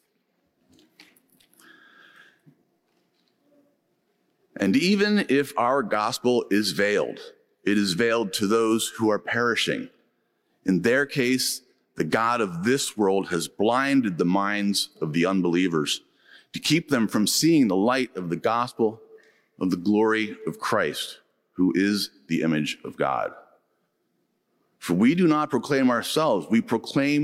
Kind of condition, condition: setting, large echoing room